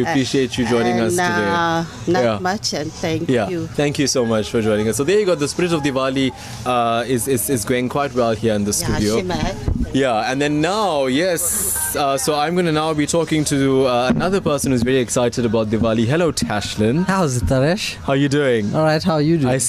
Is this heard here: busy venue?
yes